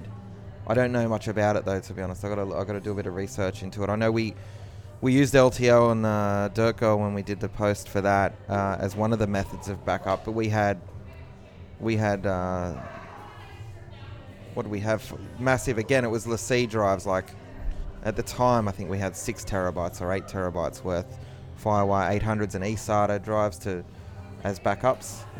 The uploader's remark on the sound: we sat by the pool in our hotel and recorded a couple of episodes